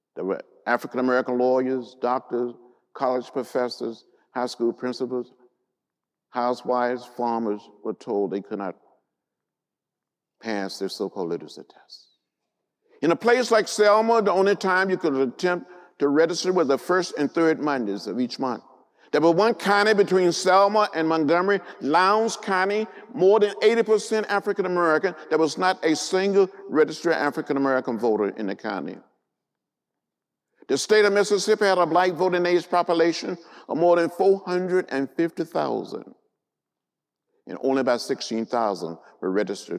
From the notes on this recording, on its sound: gave a lecture at the Indiana University Auditorium